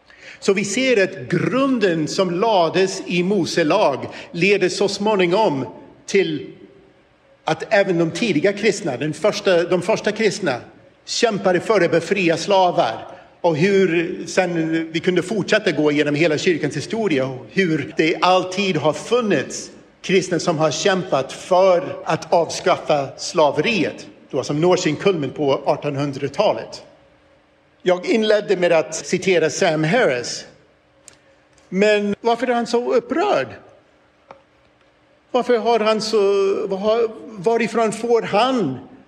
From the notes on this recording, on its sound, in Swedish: I detta inspelade föredrag från Uppdrag: Guds rike 2023